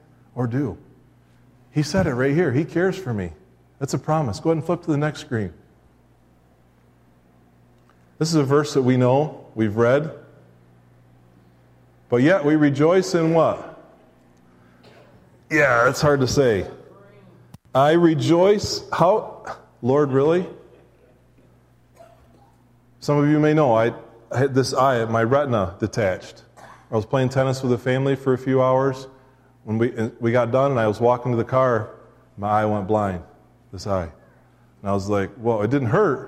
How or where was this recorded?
live audience